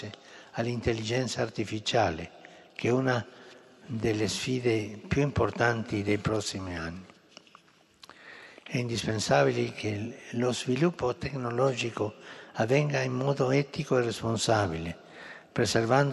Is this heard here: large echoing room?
yes